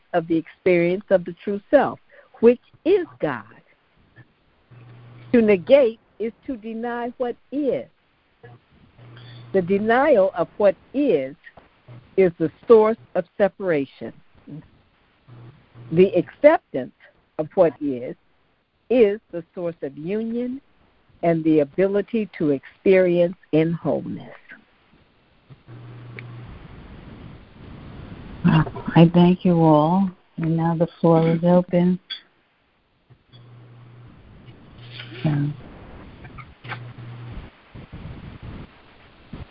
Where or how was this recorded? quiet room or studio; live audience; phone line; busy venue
phone line